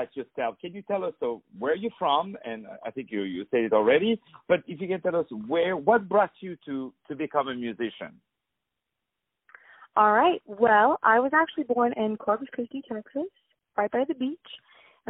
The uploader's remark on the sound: On the phone